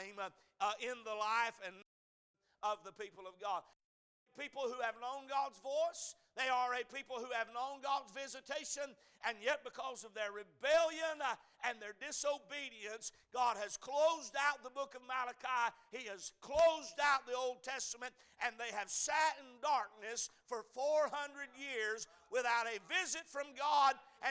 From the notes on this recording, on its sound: A message series preached at Crossroads Baptist Church on Sunday morning.